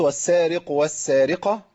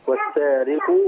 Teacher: لو قلت والسارق والسارقة يبقى الضمة راحت · Shown in: first take · والسارق.